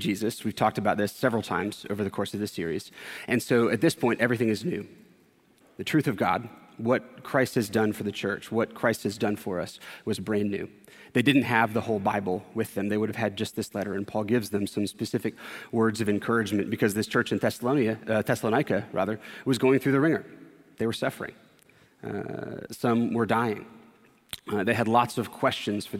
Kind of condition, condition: setting, large echoing room